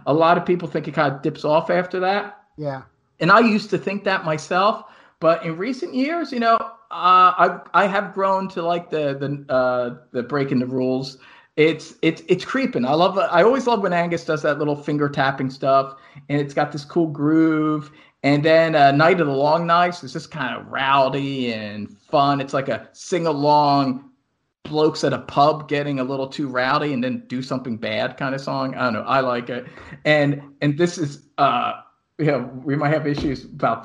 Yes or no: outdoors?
no